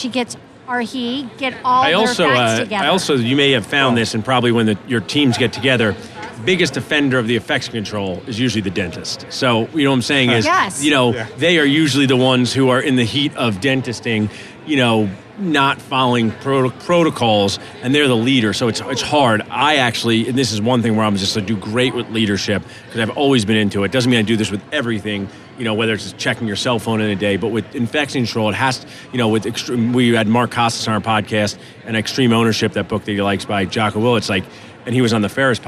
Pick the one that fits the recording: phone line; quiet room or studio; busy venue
busy venue